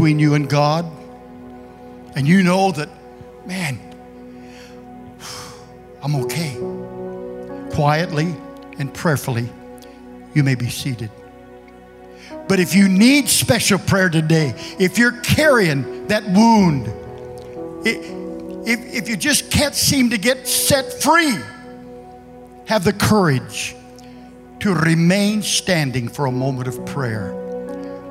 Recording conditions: large echoing room